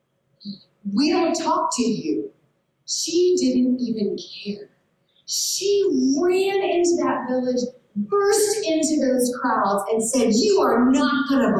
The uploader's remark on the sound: Giving a talk at our old stomping grounds where we first met- Gardner-Webb University. The sound on this one is a bit different because it was recorded in a different place and format.